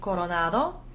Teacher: Intervocalic R's, as in para in coronado, only get flipped